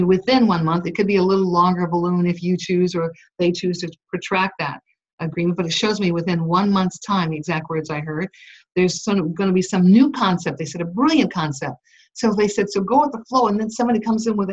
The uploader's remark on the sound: Unfortunately, some Skype audio quality issues.